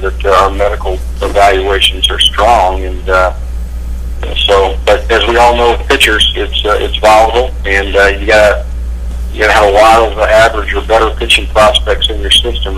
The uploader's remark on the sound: Audio is poor due to multiple people on the call and speakerphone recording.